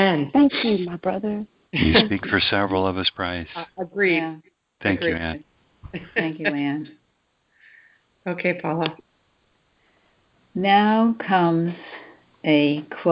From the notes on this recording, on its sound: ACIM Daily Conference Call